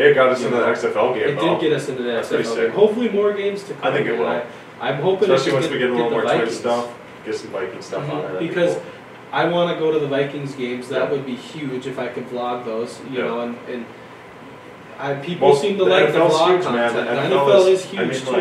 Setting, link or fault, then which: fault, poor sound quality